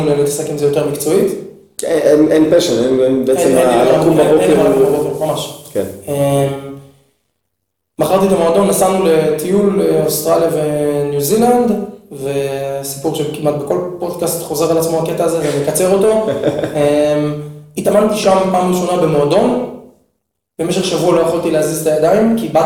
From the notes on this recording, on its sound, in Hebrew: הפרק הראשון סובל מחבלי לידה, הד קל בהקלטה.